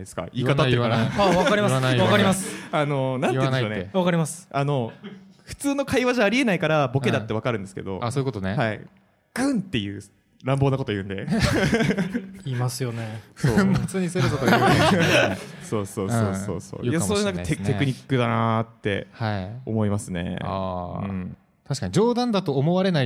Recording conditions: live audience